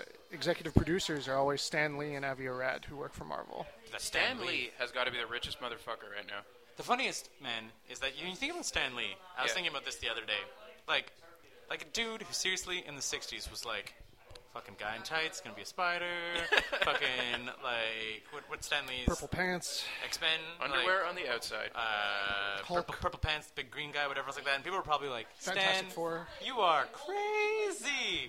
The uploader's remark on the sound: By which I of course mean the back of Grumpy’s. The charming backround noise of our favorite bar in town. Those people next to us seemed really nice, although, when we started recording, they just seemd to get louder.